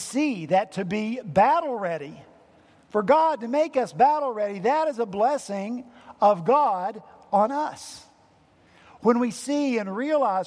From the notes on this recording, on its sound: at Redeemer Presbyterian Church in Charleston, SC